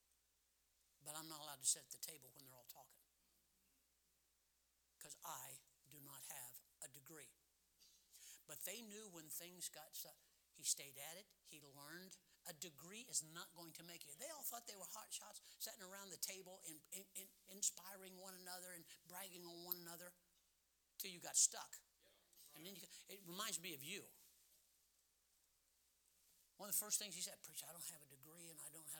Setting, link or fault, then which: setting, large echoing room